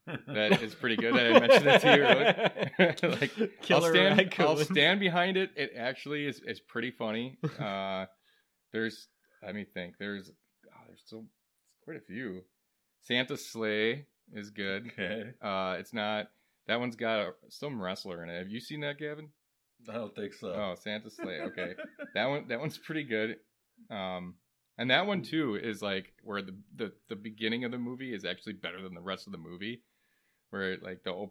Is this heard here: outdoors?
no